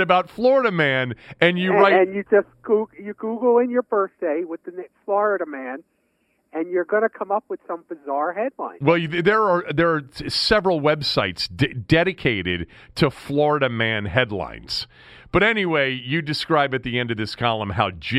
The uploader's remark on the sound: Joined the show by phone from Nats' Spring Training in West Palm Beach.